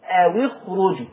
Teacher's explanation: طيب نفس القضية في الآية 66، اوي خرجوا، برضو الساكن الاول الواو والساكن الثاني الخاء. حفص هيكسر الساكن الاول وهو الواو